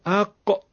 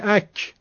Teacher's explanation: اونجایی که میگید اک، کافو میگید زبون میاد بالا، اون قاعده زبونه و خیلی هم زیاد هست و عرضم پهنه. اما وقتی میگه اق، میبینید که ریشه زبان میاد بالا · Shown in: first take